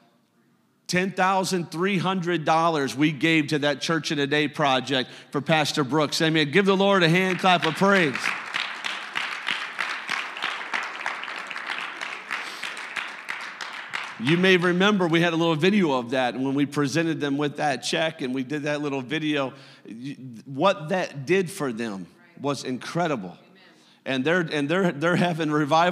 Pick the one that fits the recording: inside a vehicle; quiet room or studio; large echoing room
large echoing room